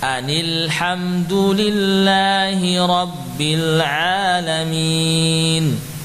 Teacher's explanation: terjadi pertemuan nun sukun dengan lam sehingga sukun yang pertama diganti kasrah · Term: tanwin bertemu sukun